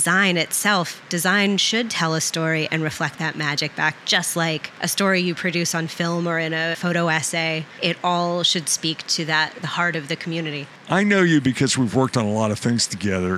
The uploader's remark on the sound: Live From IPW